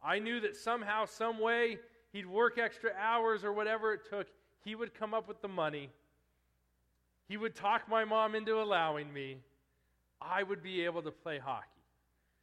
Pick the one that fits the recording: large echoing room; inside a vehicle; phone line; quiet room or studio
large echoing room